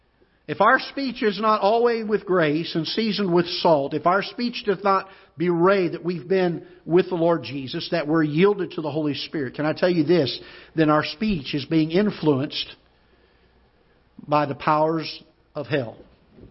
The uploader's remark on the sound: Ketha Heights Baptist Church ~ Live Broadcast